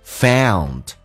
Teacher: found 这个单词美式发音，先发 a 再发 u，嘴巴很夸张